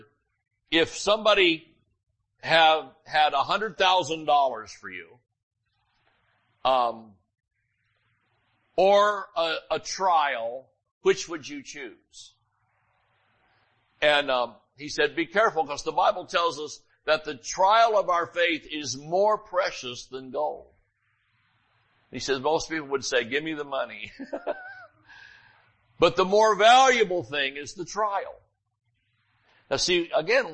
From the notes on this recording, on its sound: Sunday Morning Service